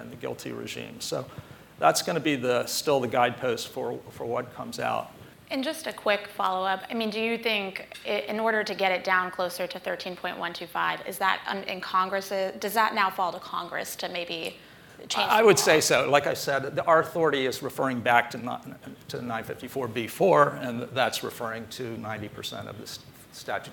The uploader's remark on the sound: At Bloomberg Tax's 2020 Outlook on Tax event in Washington